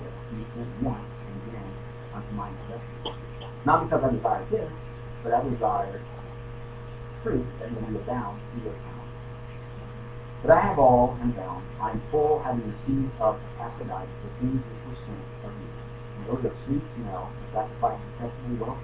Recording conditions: poor sound quality